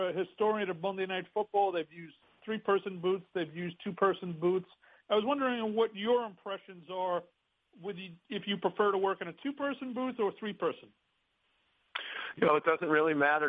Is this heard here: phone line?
yes